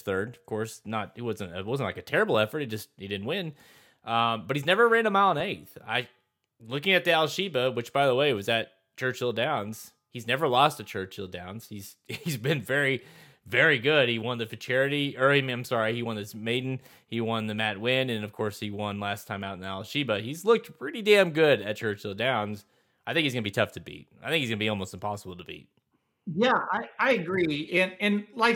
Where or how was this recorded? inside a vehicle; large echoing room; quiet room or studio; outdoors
quiet room or studio